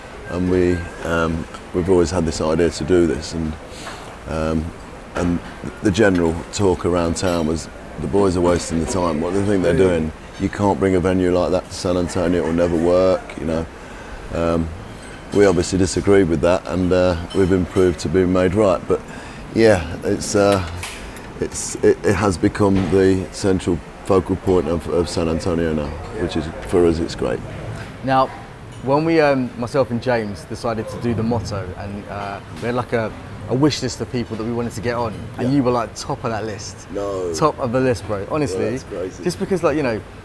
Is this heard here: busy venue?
yes